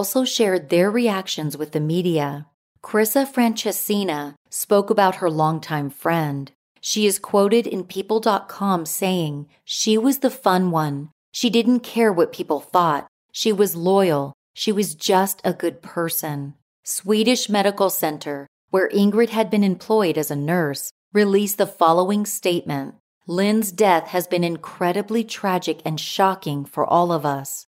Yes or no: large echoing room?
no